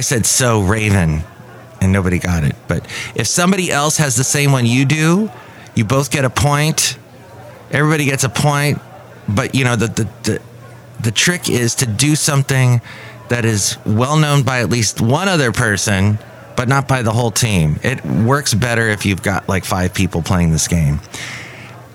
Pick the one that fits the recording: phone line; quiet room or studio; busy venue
busy venue